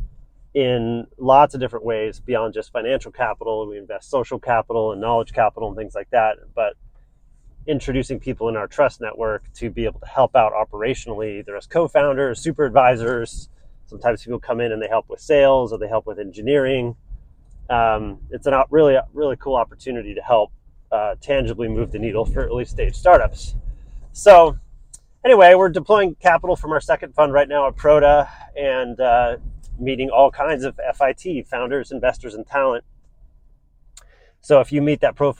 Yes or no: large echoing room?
no